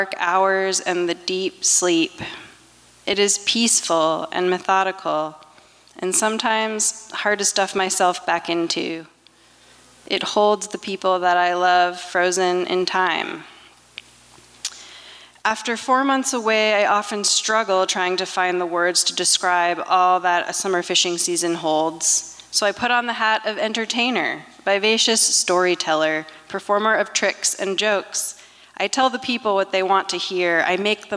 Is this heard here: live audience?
yes